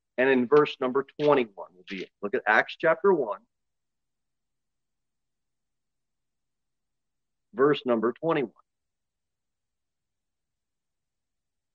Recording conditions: large echoing room